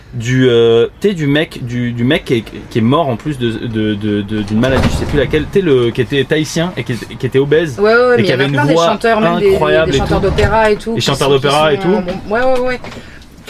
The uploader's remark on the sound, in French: en direct du van